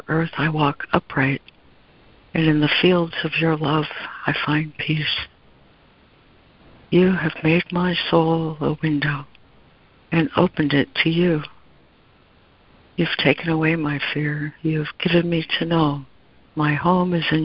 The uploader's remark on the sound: ACIM Daily Conference Call